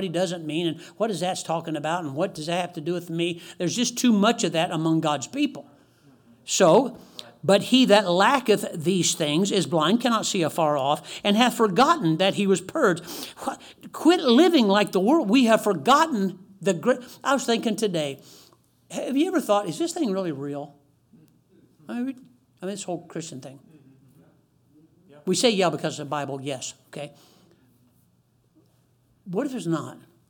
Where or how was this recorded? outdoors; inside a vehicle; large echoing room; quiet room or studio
large echoing room